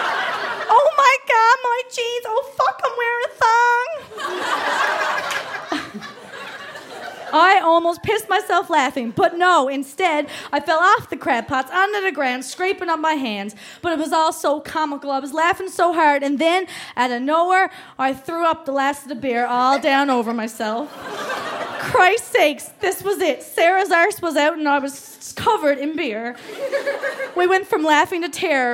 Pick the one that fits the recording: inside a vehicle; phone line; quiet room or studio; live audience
live audience